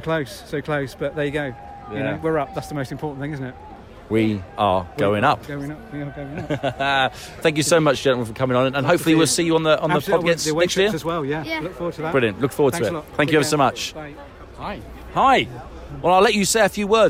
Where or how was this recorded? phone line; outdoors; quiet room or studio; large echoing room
outdoors